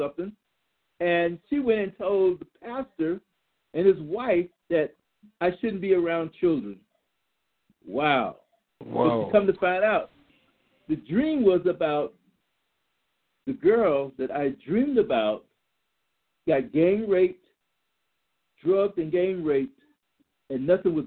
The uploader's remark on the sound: your phone calls